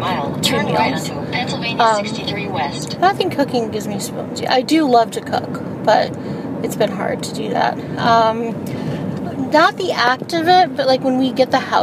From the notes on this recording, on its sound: My brother and I were driving home, so I recorded a podcast about spoons.